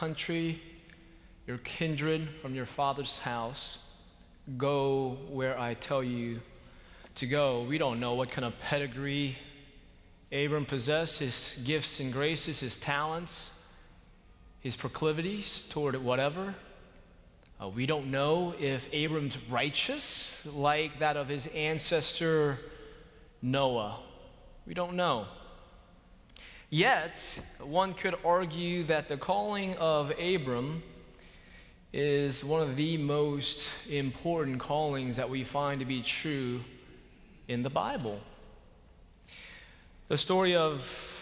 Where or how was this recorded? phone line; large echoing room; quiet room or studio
large echoing room